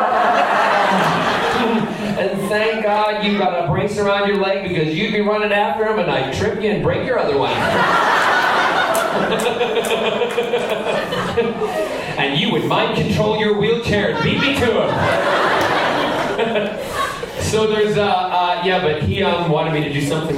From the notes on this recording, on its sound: Q&A panel Recorded at Boston Comic Con 2014. Answers questions during his panel at Boston Comic Con 2014.